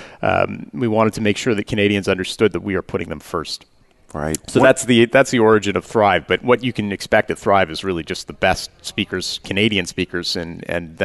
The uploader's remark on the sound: Live Broadcast at the The IPBC IGNITE Conference.